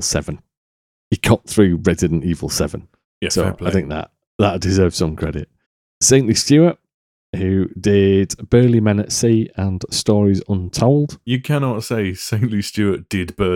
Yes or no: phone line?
no